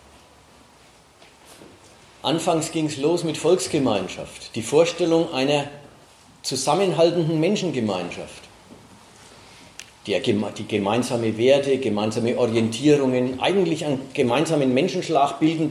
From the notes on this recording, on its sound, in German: Mitschnitt eines Vortrages